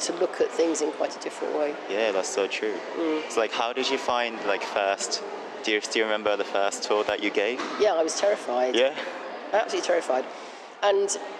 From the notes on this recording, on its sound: As I’ve done this interview inside the museum, background noise is relatively loud. Peek into a free tour at British Museum.